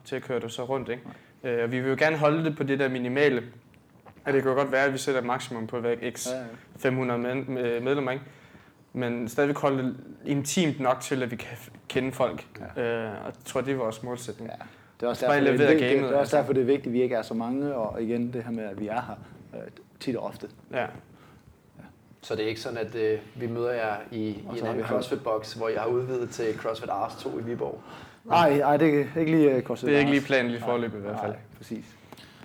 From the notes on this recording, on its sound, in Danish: Episode 43 er optaget under vores tur til Århus i februar og er selvfølgelig optaget i boxen det handler om, nemlig CrossFit Aros